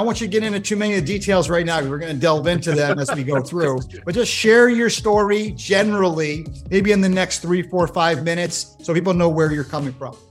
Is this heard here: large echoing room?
no